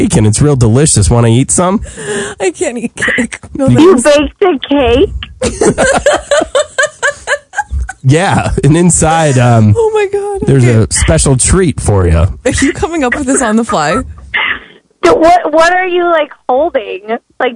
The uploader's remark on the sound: calls his wife on the phone